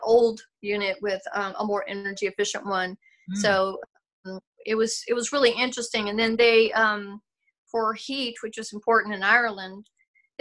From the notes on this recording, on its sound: When we did our Zoom interview